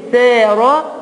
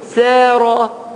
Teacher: بعد كده أجمع بين الاثنين، أدي الثه مع السين، ثاء را، بطلع لساني في الثه، ثاء را، بعد كده دخله جوه، ساء را